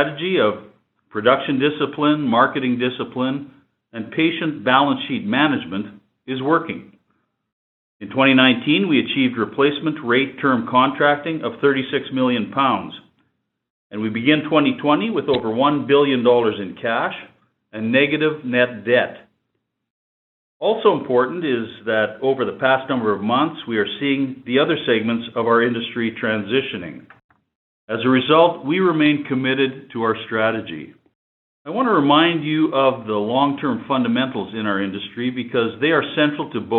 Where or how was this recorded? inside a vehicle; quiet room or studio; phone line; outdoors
phone line